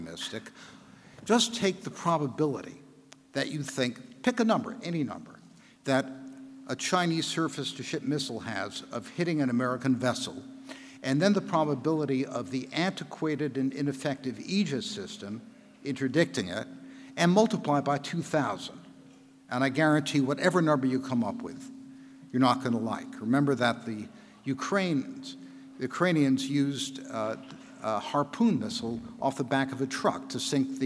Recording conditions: live audience